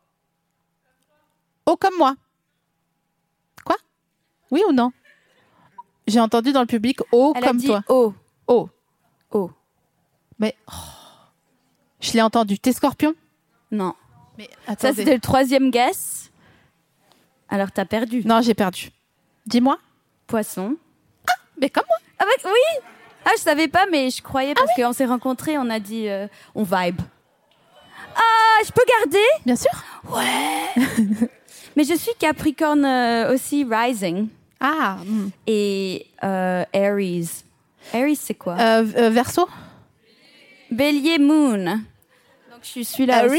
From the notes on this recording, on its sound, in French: Enregistré en juin 2022 à la Scala Paris.